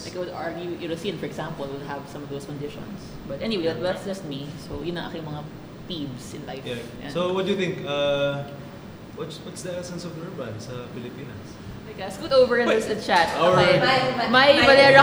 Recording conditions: busy venue